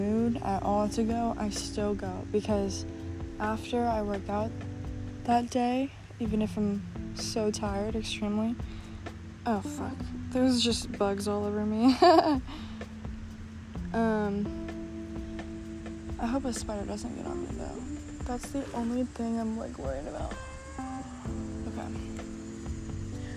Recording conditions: background noise